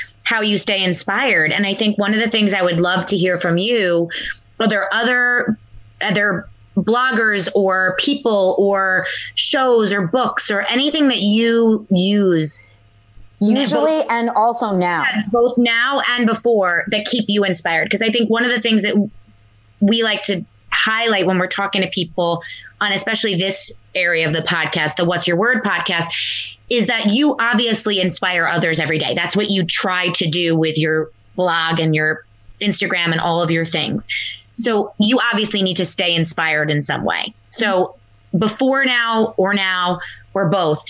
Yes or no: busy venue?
no